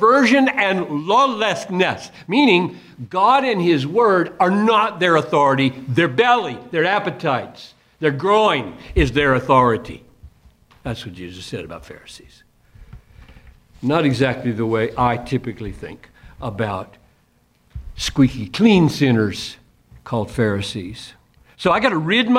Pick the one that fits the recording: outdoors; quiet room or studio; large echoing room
large echoing room